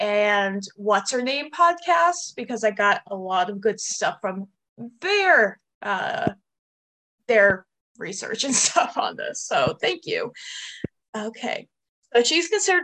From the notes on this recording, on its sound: your four hosts are back around the (Zoom) table